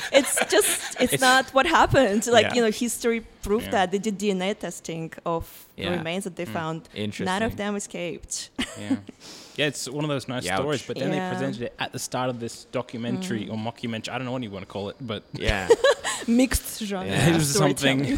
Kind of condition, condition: setting, live audience